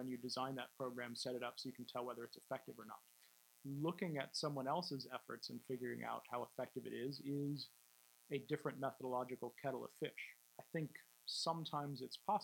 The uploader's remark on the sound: This lecture was given at The Institute of World Politics on November 10th 2016